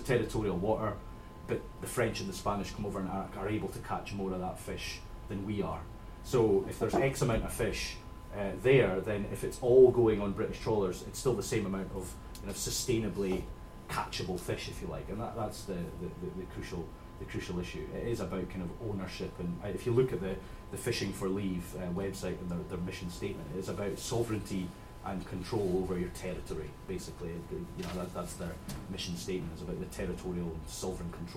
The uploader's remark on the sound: UKAndEU conference panel.